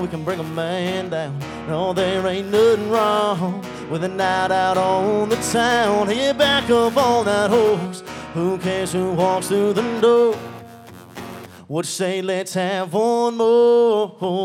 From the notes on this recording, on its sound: Live From Live Oak In Nashville